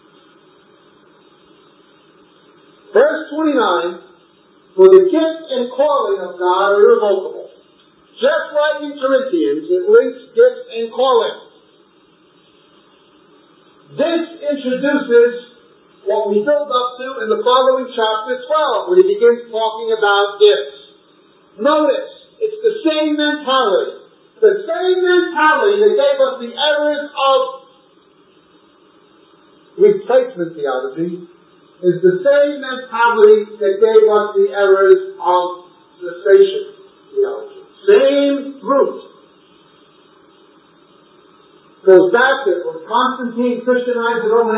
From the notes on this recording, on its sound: we apologize for the poor audio quality